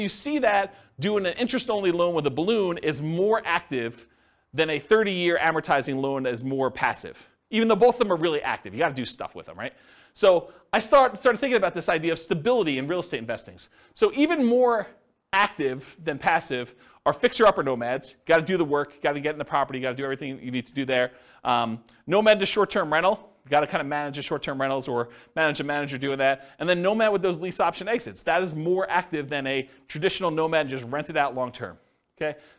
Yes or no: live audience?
yes